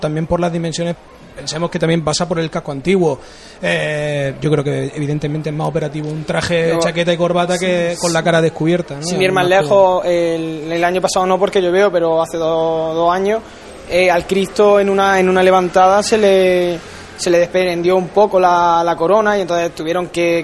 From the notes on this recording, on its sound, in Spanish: Primera conexión en directo con la Parroquia de Cristo Rey, momentos previos a la salida del Silencio.